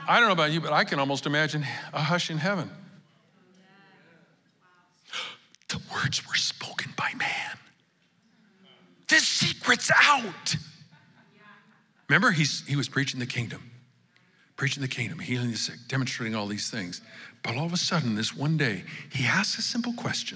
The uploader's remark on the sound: Recorded live at Capital Church in Meridian, Idaho